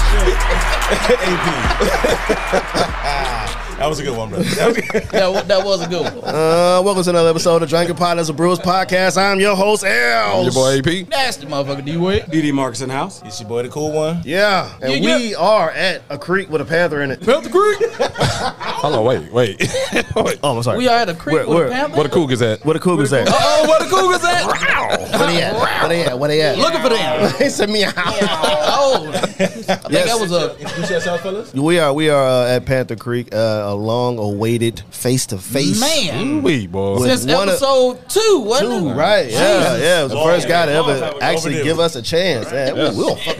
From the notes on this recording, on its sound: On today's show, we live at Panther Creek Brew's.